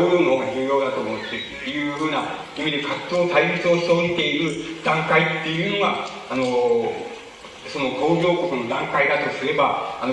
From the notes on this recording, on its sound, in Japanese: 主催：社会党 場所：社会文化会館5階ホール。社会党本部の要請により行われた。音源は客席から録音されているため 反響音や音割れ、ノイズがあり、 音質はあまりよくない。